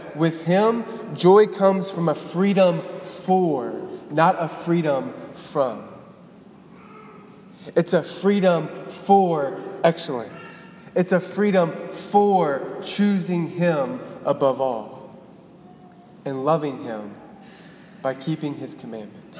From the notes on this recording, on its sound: Delivered on May 6, 2018 at the Cathedral of the Nativity of the Blessed Virgin Mary in Biloxi, MS.